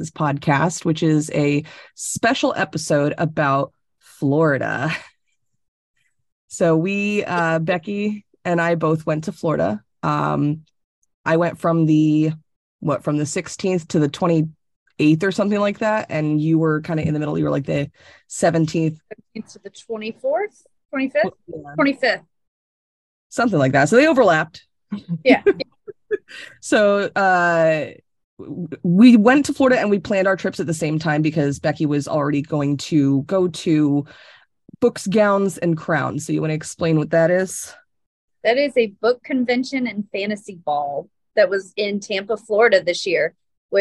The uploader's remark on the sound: This episode was recorded over Zoom, and is more of a conversation than our normal style.